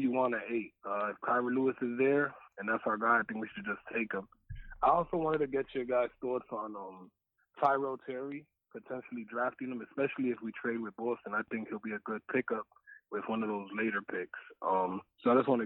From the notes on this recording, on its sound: Phone calls begin at 20:50